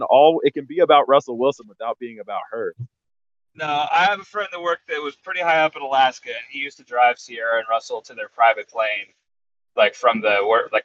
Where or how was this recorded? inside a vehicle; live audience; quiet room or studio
inside a vehicle